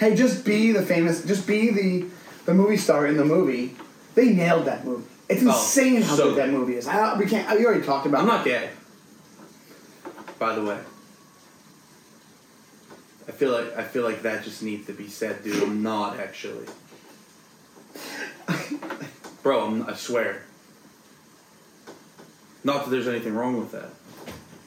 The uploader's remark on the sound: Some sound issues